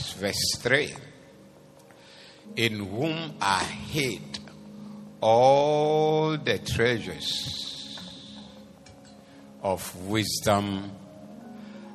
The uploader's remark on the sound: Preached at the Doxa Service 14012024.